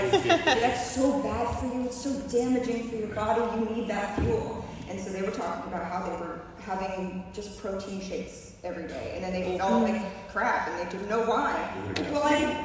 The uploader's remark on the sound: TwitchCon 2023 Fitness Panel. The panel that I spoke on at this year's TwitchCon.